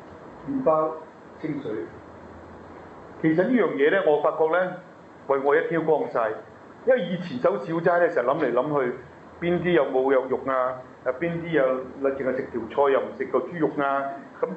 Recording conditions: large echoing room